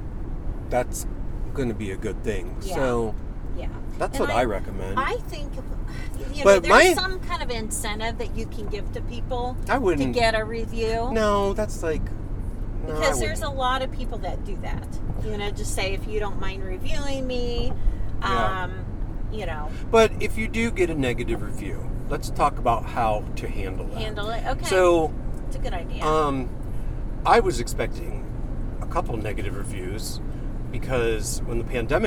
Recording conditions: inside a vehicle